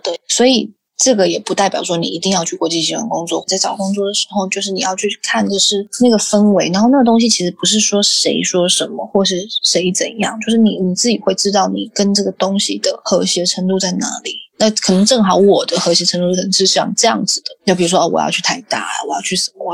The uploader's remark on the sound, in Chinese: 本集訪問有點現場環境音，還請見諒